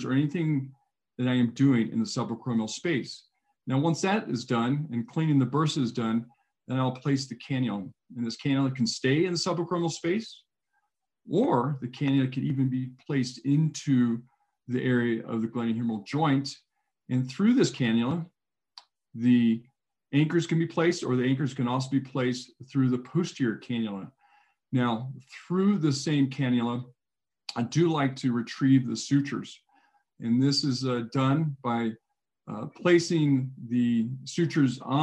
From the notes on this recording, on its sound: WEBINAR REPLAY. An audio replay of our recent webinar presented by the ISAKOS Shoulder Committee.